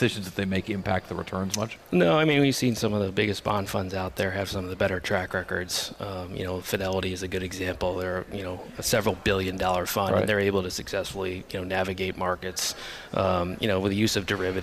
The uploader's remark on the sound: from Commonwealth Financial National Conference in San Diego